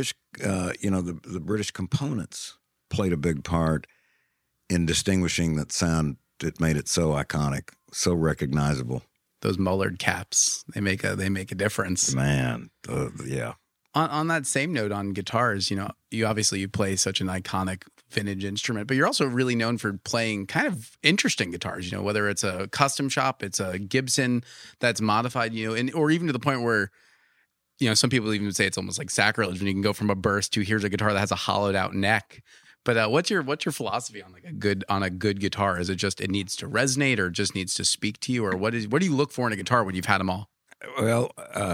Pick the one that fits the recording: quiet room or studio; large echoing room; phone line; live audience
quiet room or studio